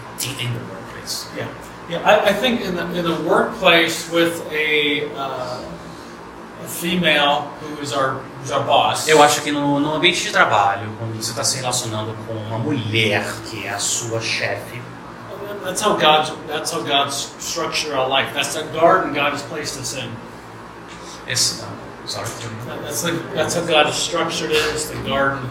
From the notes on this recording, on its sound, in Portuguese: Audio gravado na Igreja Batista Jardim Minesota.